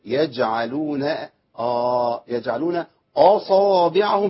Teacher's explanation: الجيم فيه ايه شده وجهر زي الهمزه، يج ما فيهوش يج دي خالص، ولا يج اللي بايه اللي هي الجيم العاميه اللي بنتكلم بيها. · Term: حرف الجيم